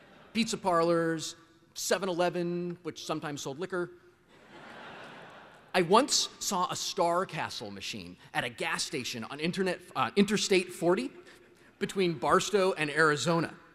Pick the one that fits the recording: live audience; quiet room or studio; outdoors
live audience